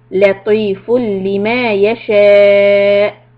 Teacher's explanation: This is idgham without gunna.